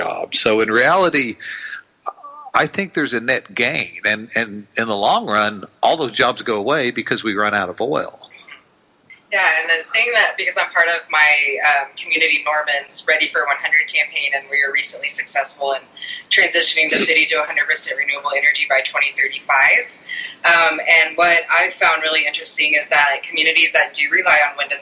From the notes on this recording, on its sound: At the halfway mark, we bring. Joins us Live in the Living Room. By phone.